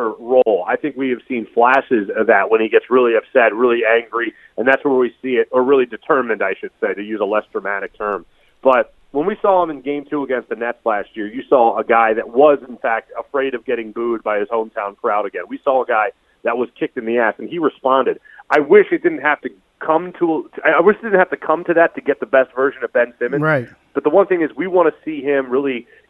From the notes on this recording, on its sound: joins the show on the CSB studio phone line today